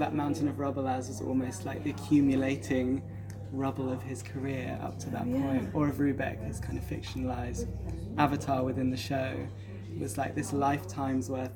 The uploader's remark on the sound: On location in London. Variation in sound quality comes from recording in public spaces or in transit.